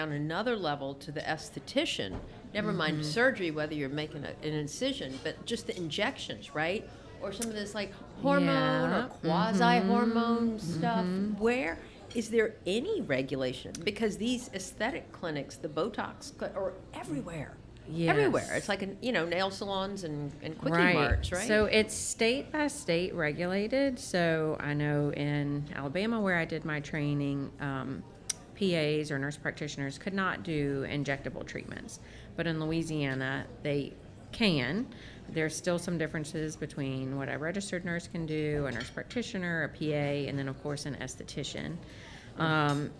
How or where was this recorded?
busy venue